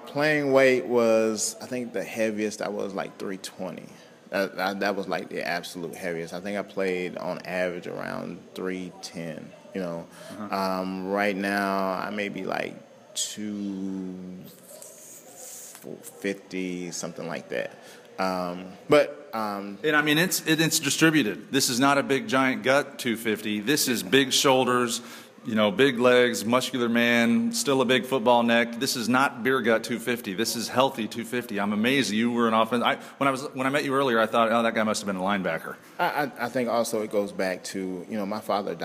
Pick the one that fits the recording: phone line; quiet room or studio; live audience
live audience